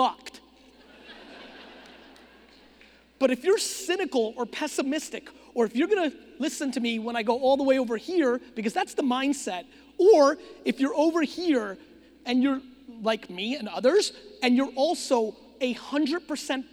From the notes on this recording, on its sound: Phoenix Keynote. Fired up for this keynote I did a few months ago in Phoenix, Arizona. This was a big keynote.